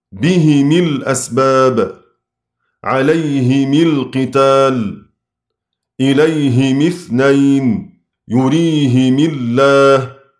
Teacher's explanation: أبو عمرو سيكسر ميم الجمع تبعا لكسر الهاء